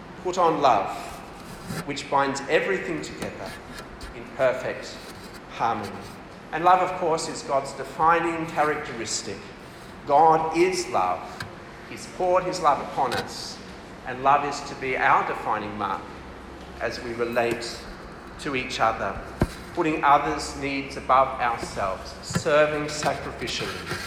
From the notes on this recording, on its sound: This talk was delivered for MCKL CF Camp in December 2023.